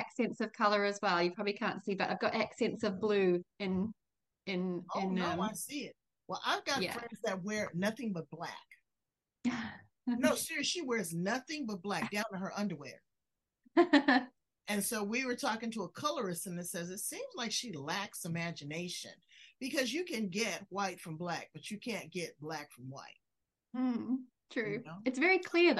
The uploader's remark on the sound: Over Zoom